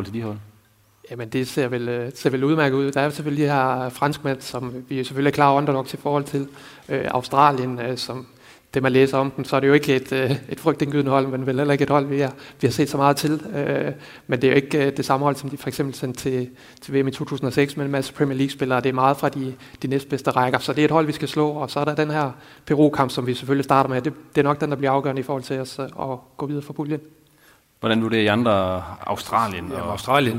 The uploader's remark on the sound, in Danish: Som blev optaget direkte på scenen i Arena Nord i forbindelse med, uddelingen af Den NORDJYSKE idrætspris.